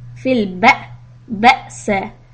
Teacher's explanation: Hamza Sukun, give a little hiccup.